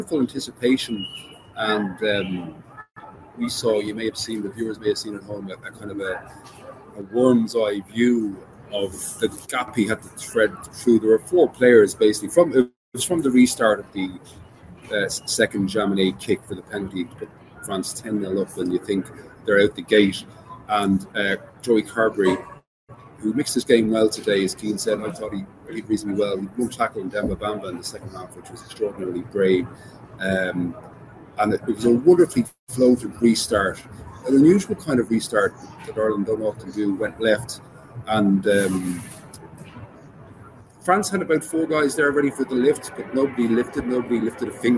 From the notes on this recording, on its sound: The Left Wing LIVE. Live from the Stade de France.